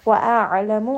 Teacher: Wa'a'alamu, ayn has the wasut as well. Ayn is a letter that is pronounced from the middle of the throat. We are going to roll that sound around in the throat and make sure that we are pronouncing it from its proper makhraj.